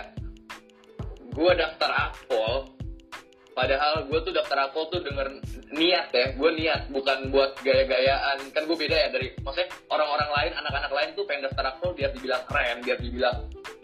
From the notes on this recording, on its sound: Disclaimer: Episode ini direkam saat pandemic COVID-19 sedang menyebar dimana-mana sehingga rekaman ini direkam dengan cara Record from Home. We are so sorry for the sound & voice quality which is not our best at the moment.